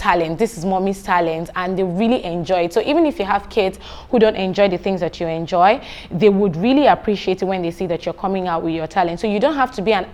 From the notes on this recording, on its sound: This is a workshop for parents and teachers at the 3rd Akada Children's Book Festival.